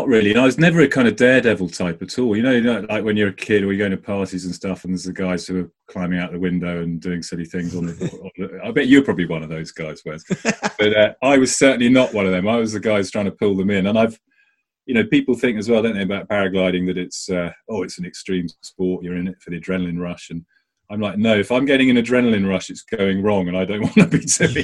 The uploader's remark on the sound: zoom talk for the Avon Hang Gliding club